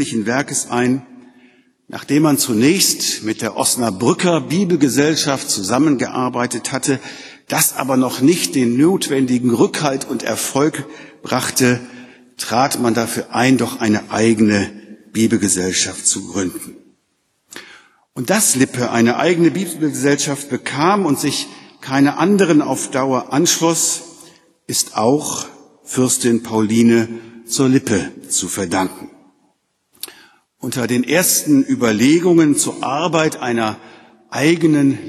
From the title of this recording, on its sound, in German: Gottesdienst mit der Lippischen Bibelgesellschaft